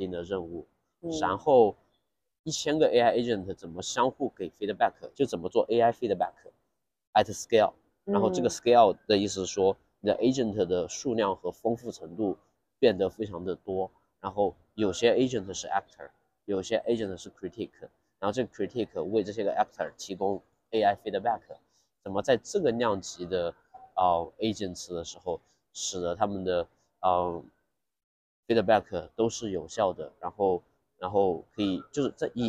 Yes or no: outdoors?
yes